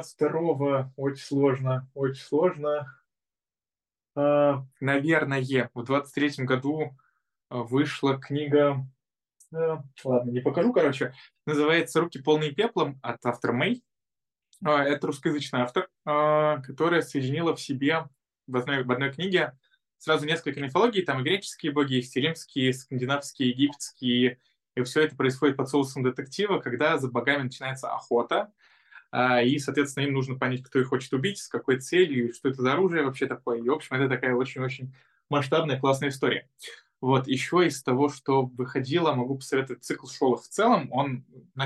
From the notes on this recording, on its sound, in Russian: Zoom_подкаст